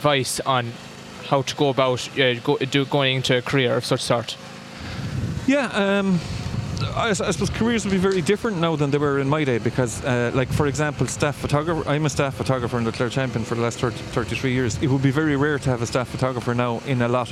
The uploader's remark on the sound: Interview as part SBCR live OB programmes of Live at the Green during the Scariff Harbour Festival weekend